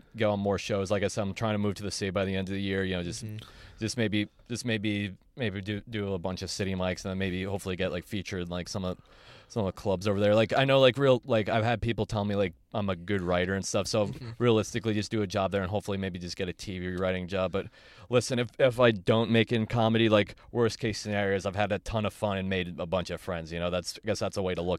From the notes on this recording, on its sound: got in my car and we talked